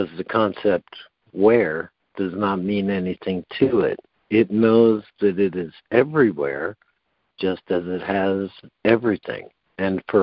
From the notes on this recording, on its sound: ACIM Daily Conference Call.